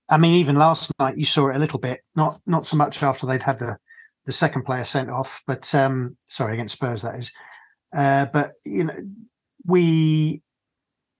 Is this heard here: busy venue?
no